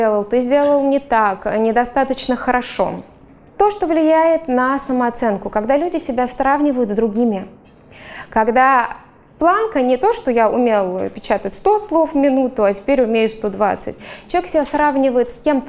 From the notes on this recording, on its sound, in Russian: Запись была сделана на фестивале психологического просвещения PSYfest, который проходил в Благосфере с 18 по 20 ноября 2022 года.